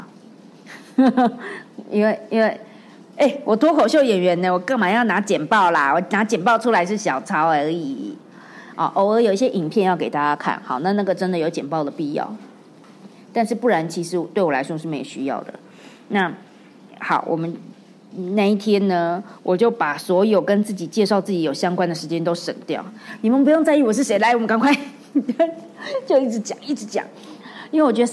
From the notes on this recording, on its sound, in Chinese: 在演講的過程中，發現一群很特別的聽眾，他們問了很多問題，。用一個問題回答了現場觀眾的提問。